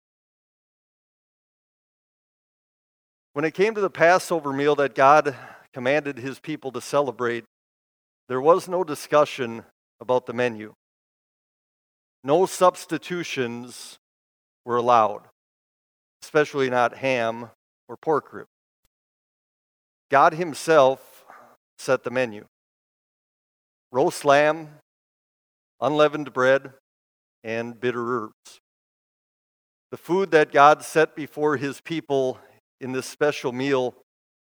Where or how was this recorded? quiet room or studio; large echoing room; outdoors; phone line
large echoing room